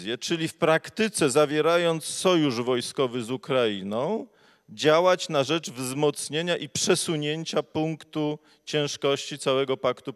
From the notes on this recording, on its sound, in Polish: nagrana podczas Europejskiego Kongresu Samorządowego w Mikołajkach